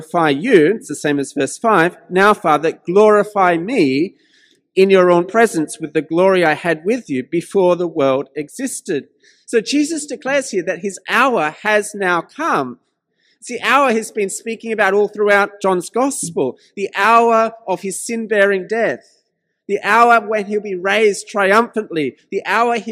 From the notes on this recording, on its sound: This sermon was preached at St George's Church, Penang on 16th May 2021.